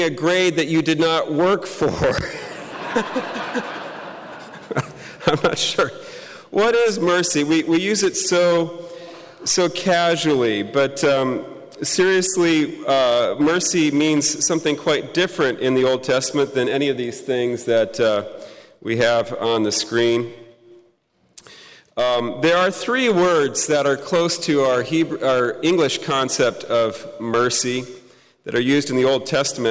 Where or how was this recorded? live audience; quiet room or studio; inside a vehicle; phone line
live audience